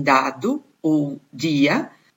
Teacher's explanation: in portoghese la D può essere occlusiva dentale come in dado o dia